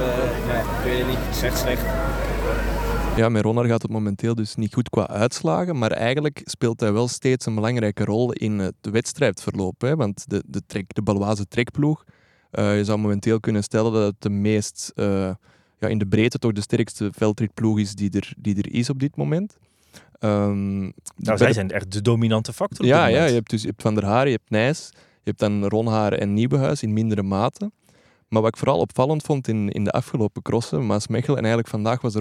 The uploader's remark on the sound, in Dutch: Live vanaf de Koppenbergcross. De WielerFlits Podcast komt deze week vanaf de Koppenberg.